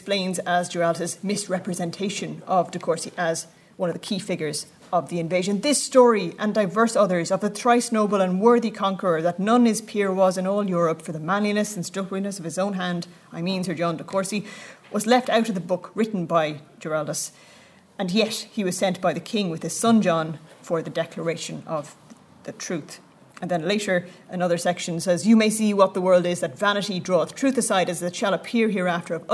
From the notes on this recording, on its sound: at the 2022 Tudor and Stuart Ireland Conference